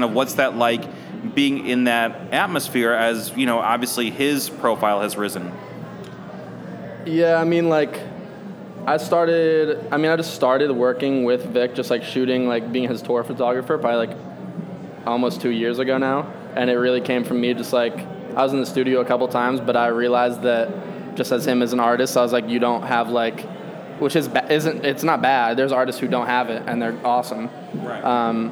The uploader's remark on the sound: Interview recorded during his homecoming gallery show.